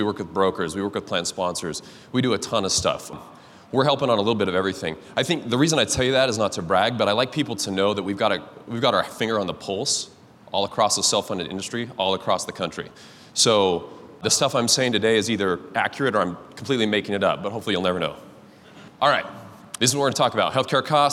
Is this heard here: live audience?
yes